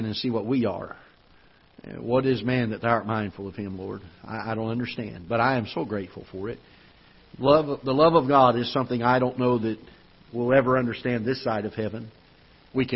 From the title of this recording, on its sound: Ketha Heights Baptist Church ~ Live Broadcast